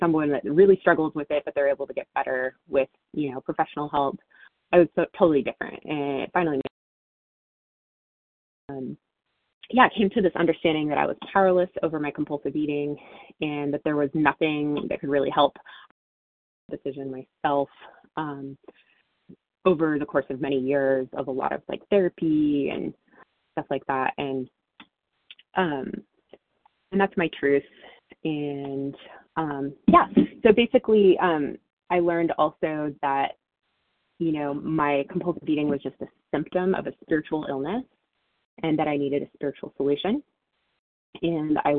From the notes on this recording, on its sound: 100 Pounders Phone Meeting